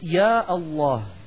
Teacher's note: يا الله بقطع الهمزة، بقطع الهمزة